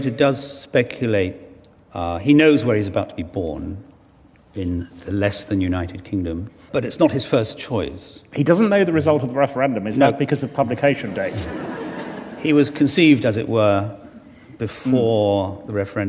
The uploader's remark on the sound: The award-winning novelist explains to a Guardian Live audience.